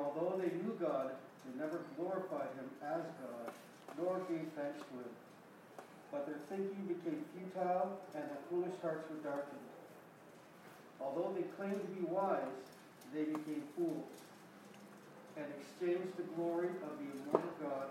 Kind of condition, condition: setting, large echoing room